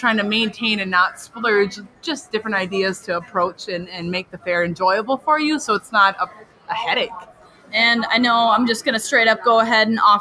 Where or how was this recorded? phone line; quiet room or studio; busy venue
busy venue